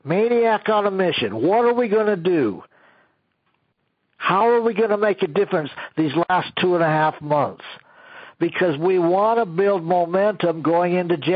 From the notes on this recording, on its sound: an archive of weekly conference calls